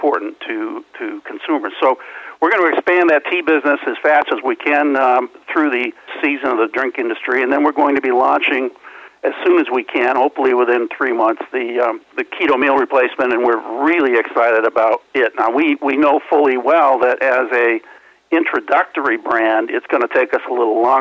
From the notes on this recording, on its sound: called in to SmallCapVoice